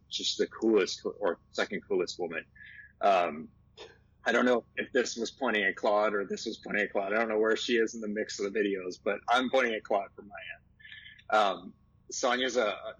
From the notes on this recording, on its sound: the audio quality is not super top-notch